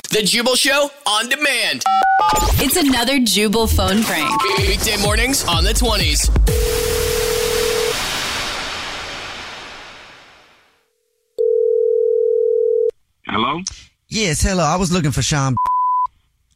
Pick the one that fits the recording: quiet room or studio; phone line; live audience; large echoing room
phone line